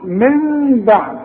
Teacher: عشان بعدها به، كل نون ساكنة بيجي بعدها به بيحصل نفس الحكم، يحصل اقلاب، بقلب النون لمين وبخف المين وبغنها